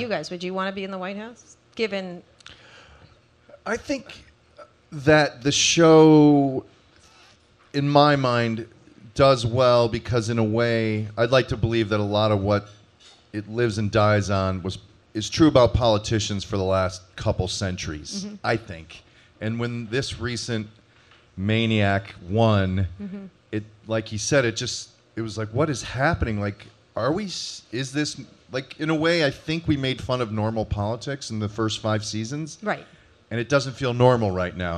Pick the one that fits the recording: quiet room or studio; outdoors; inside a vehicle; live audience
live audience